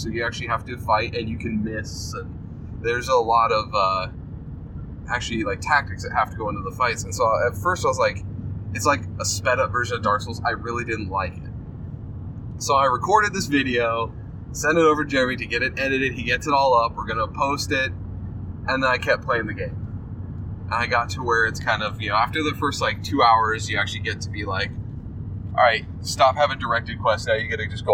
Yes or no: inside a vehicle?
yes